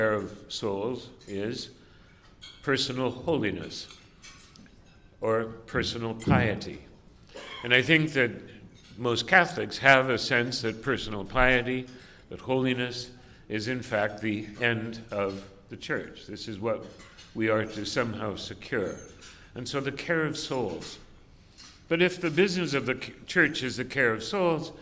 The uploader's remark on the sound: delivered this address on November 15, 2018 at the University Club of Chicago